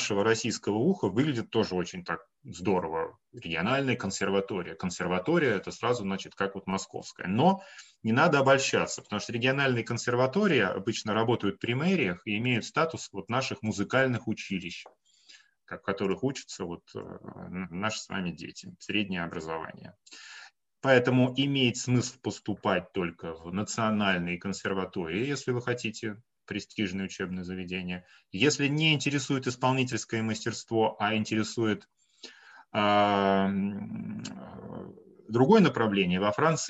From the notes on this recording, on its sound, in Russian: Данный подкаст - запись вебинара, который проводили совместно Students International и Campus France. Представитель Campus France отвечает на вопросы слушателей.